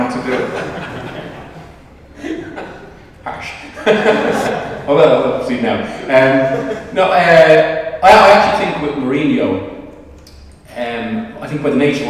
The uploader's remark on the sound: Live In Manchester. The first half of our live event in Manchester. Yes, we know the sound quality isn't the greatest throughout, and we apologise.